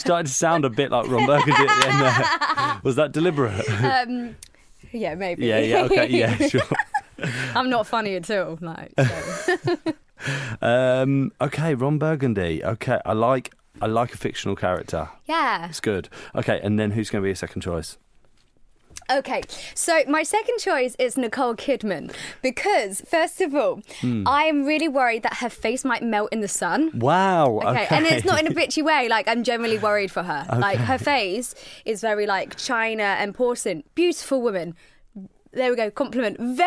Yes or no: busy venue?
no